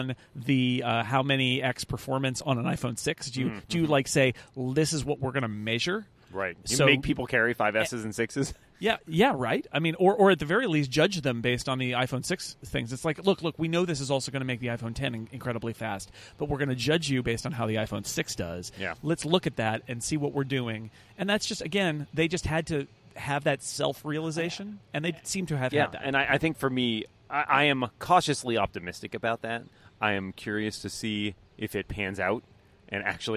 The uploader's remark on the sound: This week we recorded outside in San Jose for WWDC.